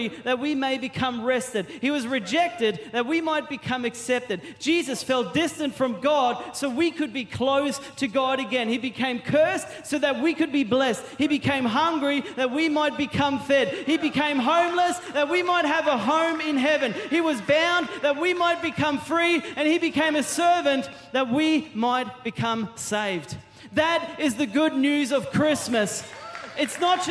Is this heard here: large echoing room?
yes